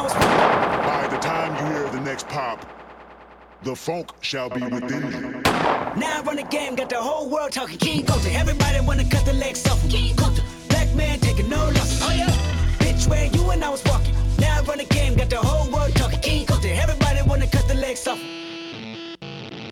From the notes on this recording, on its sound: Originally broadcast live on January 23, 2017 from the storefront of The Late Late Bar on Houston Street in New York City